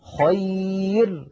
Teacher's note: هذه الراء مرققة لأن قبلها ياء ساكنة